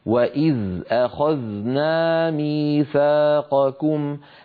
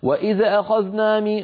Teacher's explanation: طيب لاحظوا الآية الأخيرة التي قرأناها وهي الآية 93 مر معنا زالان في أولها، وإذ أخذنا ميثاقكم، هذه هاتان الزالان لابد من إسكانهما دون قلقلة · Shown in: first take · نسمع كثيرا من بعض إخواننا وإذا أخذنا مي، وإذا الزال لا تهتز، إذا قلت إذا اهتز الحرف هكذا هذه هي القلقلة بعينها.